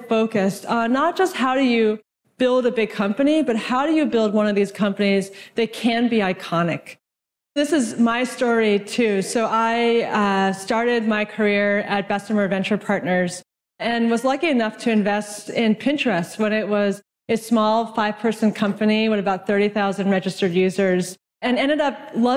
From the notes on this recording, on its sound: from the IRL Traction Conference in Vancouver